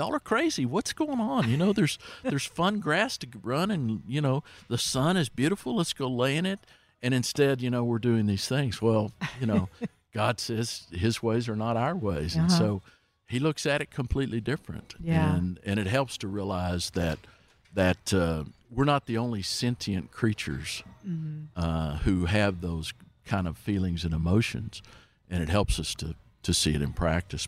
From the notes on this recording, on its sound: Recorded at Wheelers Western Outfitters